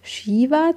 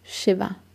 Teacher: Und es gibt keinen Grund, Shiva zu sagen oder andere längere Formen. Also versucht es doch einfach so kurz wie möglich auszusprechen, das I, und dann klingt es eher wie Shiva. · Shown in: second take · Term: kurzes I